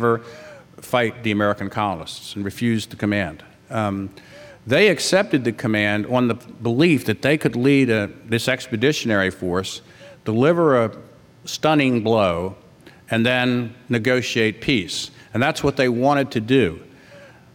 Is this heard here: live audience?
yes